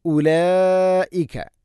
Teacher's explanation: ഉലൈക മദ് മുത്തസിൽ നിർബന്ധമായിട്ടും നാലാഞ്ചു ഹർക്കത്തിൻ്റെ ഖദറിൽ നീട്ടണം